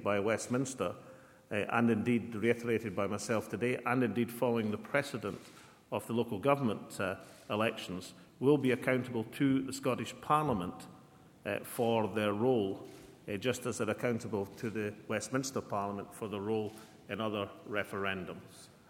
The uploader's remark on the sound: Press conference at Edinburgh Castle.